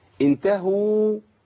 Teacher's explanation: الواو هيزيد زمانها شوية، لان زمن الواو المادية بحركتين، واللينة بزمن الرخاوة ده اقل من المد، خلاص.